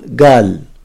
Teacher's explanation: أو مثلا يبدل القاف بالجه، هذا الجه الأعجمية